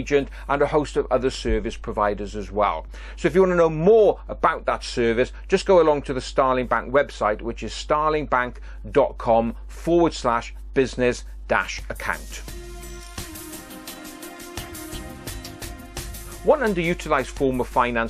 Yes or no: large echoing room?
no